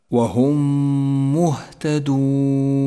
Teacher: الميم الساكنة جاءت بعدها ميم متحركة، ندغم الأولى بالثانية فتصيران ميما واحدة مشددة، لونت بالأخضر لأنها تحتاج إلى غنة زمنها حركتان، تقرأ هكذا وهم مهتدون. · Term: الإدغام الشفوي